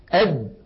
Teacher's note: تجد بأن الصوت قد انغلق تماما · Term: الدال